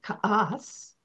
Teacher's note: that has a glottal stop in it because it's an Athapascan word